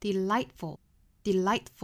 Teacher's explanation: delightful,中间的这个 t 呢不发音